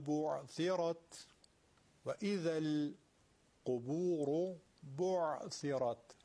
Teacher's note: حرف ب عین سا اینا همشون ترقیق میشن، فقط را درشته